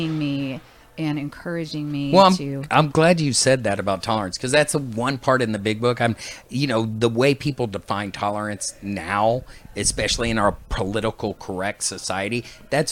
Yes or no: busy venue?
yes